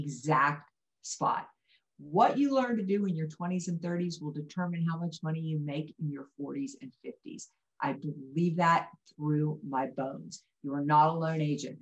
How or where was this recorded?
video call